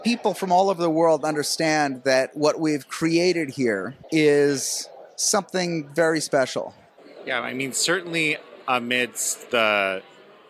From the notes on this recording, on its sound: at the National Conservatism Conference in Florida